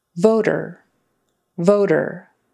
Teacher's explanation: So long O, O, and then sort of a tap T, D sound in the middle.